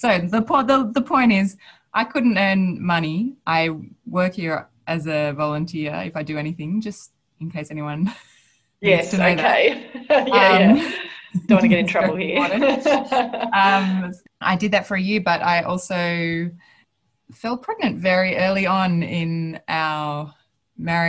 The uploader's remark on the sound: chats via Zoom